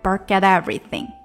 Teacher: 因为 t 的前后都是元音音节，所以这个 t 它发不出来那么干净啦